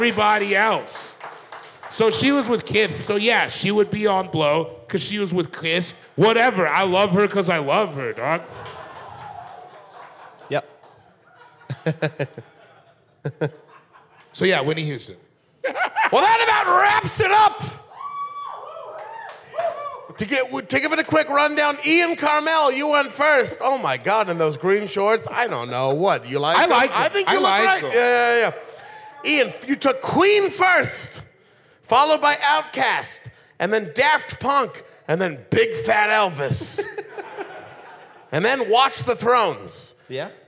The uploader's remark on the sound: This episode was recorded live in Minnesota at The Turf Club .